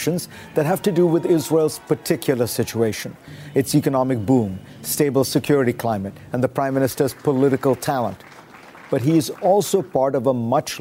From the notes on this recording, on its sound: at the Women in the World 10th anniversary summit